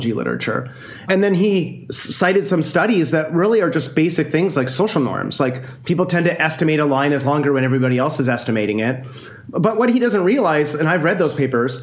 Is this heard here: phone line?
no